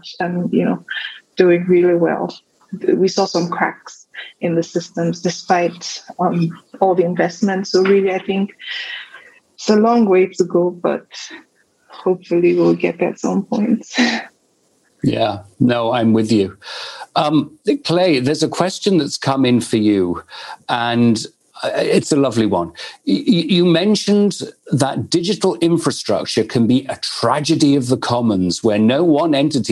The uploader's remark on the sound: This is a recording of webinar discussion. Brought to you by the Bay Area Global Health Alliance, with Co-creation Hub, Mastercard and Zenysis Technologies, as part of Resonance's Inclusive Innovation Exchange.